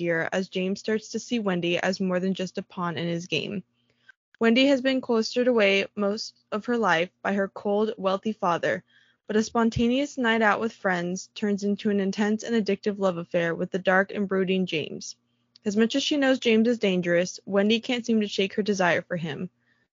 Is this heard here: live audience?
no